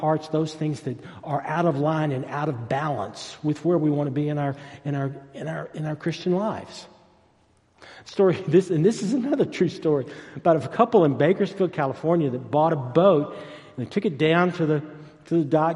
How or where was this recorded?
large echoing room